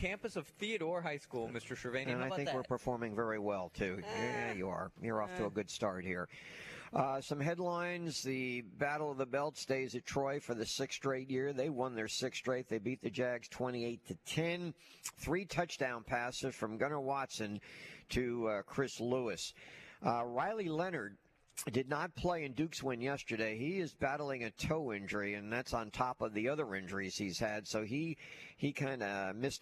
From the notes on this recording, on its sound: High School Gameday at Theodore. LIVE at Theodore High School!